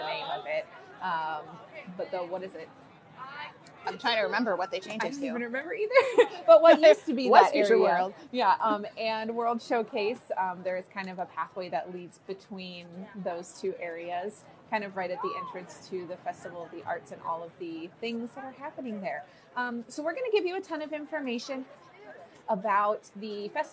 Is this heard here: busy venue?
yes